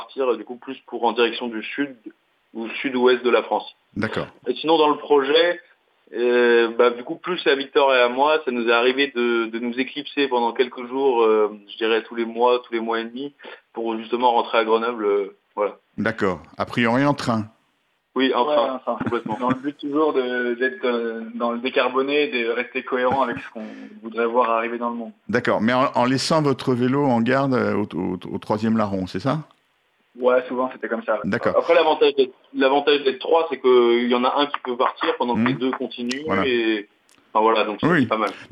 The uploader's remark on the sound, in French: Par téléphone, pris dans le vif de leur périple à vélo